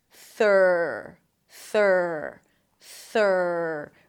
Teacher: Make sure the tongue doesn't touch anything on the way in and elongate the R a little bit. It's a stir sound, so it's a longer vowel.